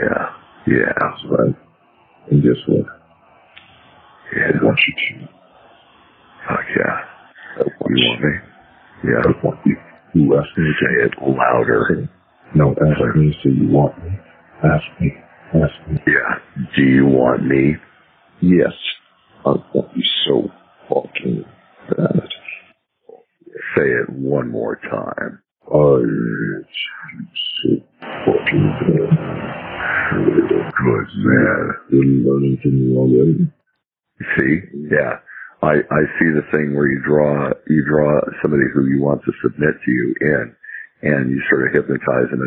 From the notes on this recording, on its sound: Please forgive the bad audio quality.